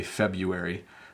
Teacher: We say the R maybe a tiny, tiny bit, but you don't need to say the R. You can just say, yesterday was February 14th.